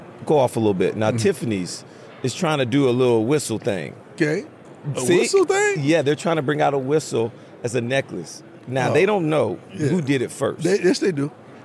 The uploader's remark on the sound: Live from radio row for Super Bowl LVII.